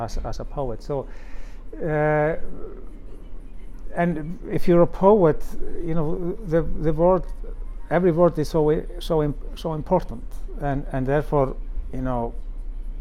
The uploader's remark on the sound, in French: au coeur du Littérature Live Festival 2022 de la Villa Gillet